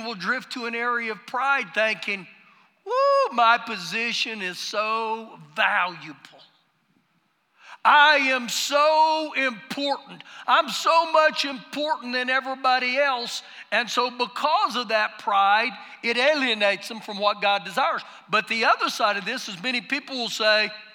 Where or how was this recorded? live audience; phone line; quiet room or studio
live audience